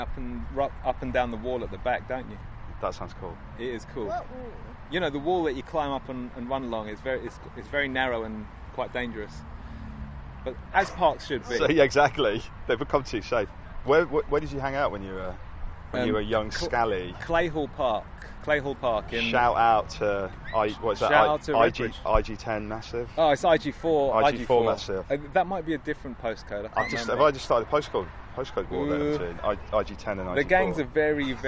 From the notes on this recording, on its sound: We messed about outside Beverly Hills Police HQ recreating shots from Beverly Hills Cop then hung out in Beverly Hills Park.